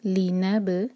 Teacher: با پر سکون ہے، با پر قلقلہ کریں گے